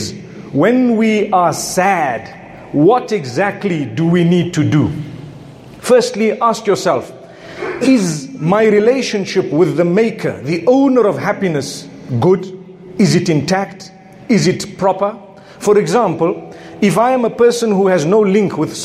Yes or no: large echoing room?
yes